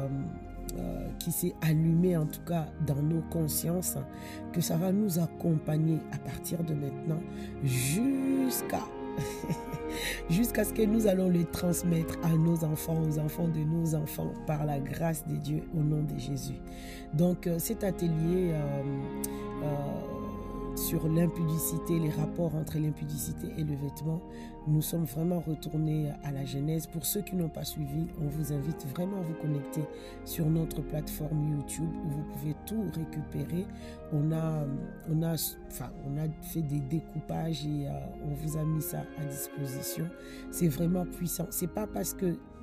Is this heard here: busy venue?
no